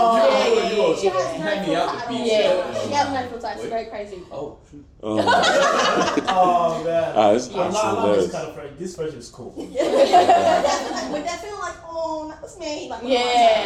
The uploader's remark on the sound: We tried all we could to salvage the audio for this week so please do bear with us on this one!